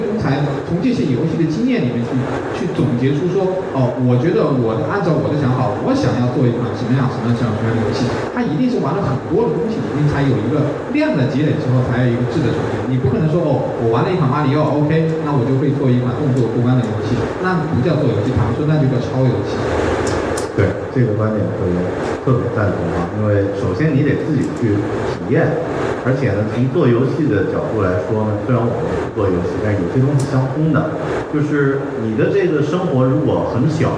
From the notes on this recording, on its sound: 大会首次设置了移动游戏论坛. 这期节目，就是这次讨论的录音。 录音效果非常差. This episode is the audio record of the roundtable session. I'm sorry that the sound quality is not good.